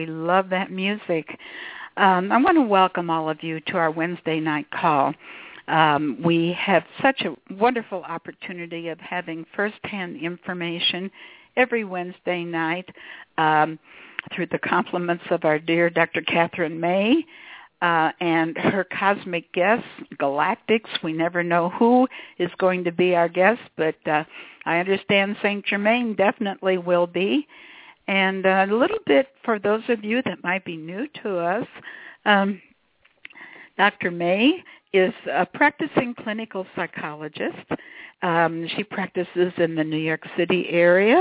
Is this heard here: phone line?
yes